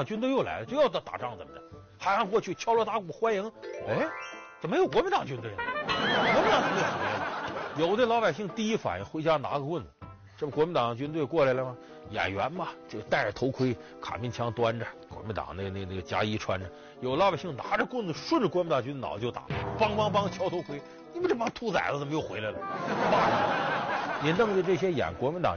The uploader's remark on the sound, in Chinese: 還有聽故事的觀眾。